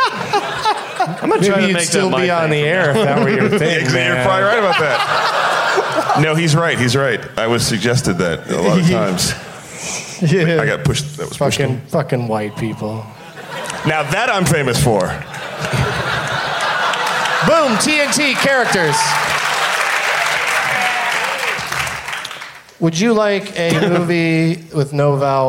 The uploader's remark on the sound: From the Bumbershoot Festival in Seattle